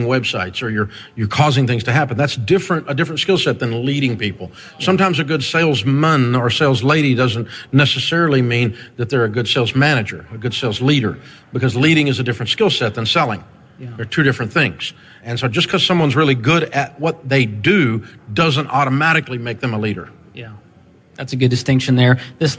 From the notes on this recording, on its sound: Live From EntreLeadership 1-Day. Over 1,000 small-business owners and leaders from around the country joined us in Grand Rapids, Michigan.